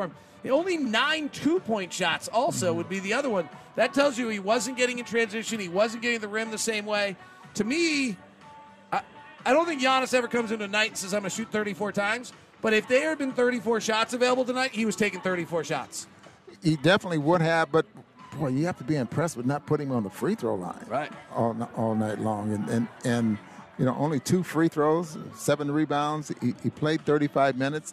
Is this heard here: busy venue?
yes